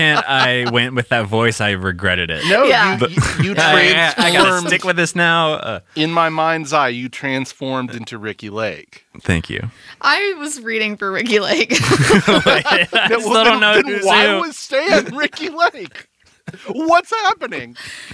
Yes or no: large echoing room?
no